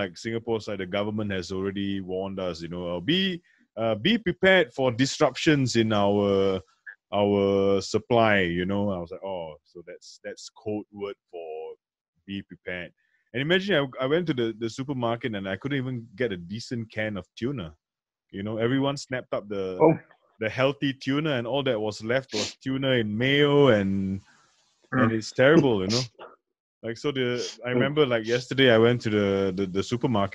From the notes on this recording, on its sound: in this case Zoom